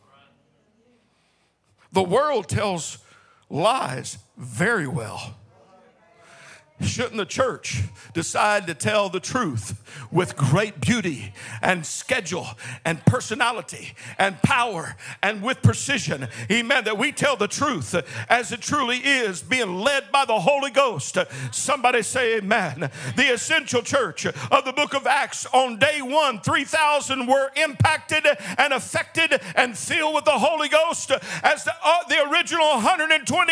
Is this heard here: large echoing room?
yes